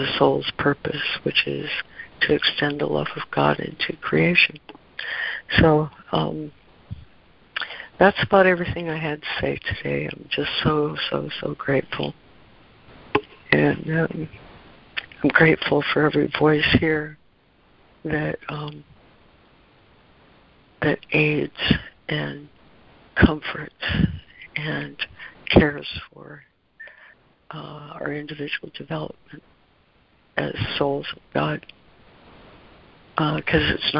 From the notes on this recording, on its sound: ACIM Daily Conference Call.